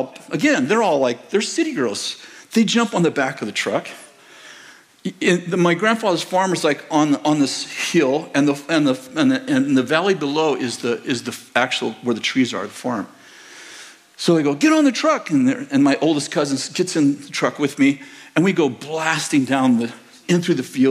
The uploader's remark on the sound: In this sermon from November 26th, 2023, at Bethel Church in Redding, CA